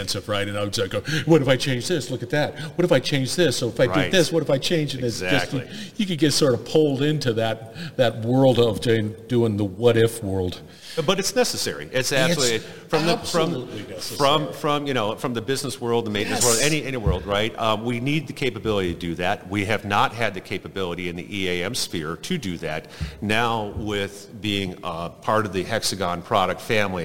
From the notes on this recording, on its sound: Industrial Talk is onsite at Hexagon LIVE